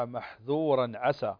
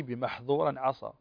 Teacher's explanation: وهذا ما يسمى عند أهل التجويد بالالتباس، هو كلمات قرآنية وردت في كتاب الله عز وجل تلتبس بكلمة أخرى، لو لم نخرج هذا الحرف من المخرج ونحقق صفاته لالتبس بمثل محذورا عسى الذال في انفتاح، والسين كذلك في انفتاح · Shown in: first take · فتلتبس بمحظوظ التي فيها إطباق، وعصا التي فيها كذلك إطباق.